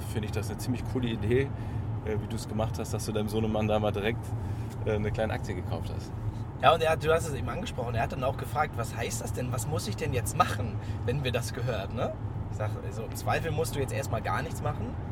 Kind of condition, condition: setting, inside a vehicle